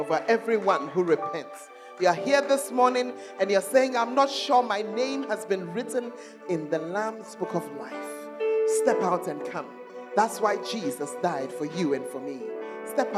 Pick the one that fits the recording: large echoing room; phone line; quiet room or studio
large echoing room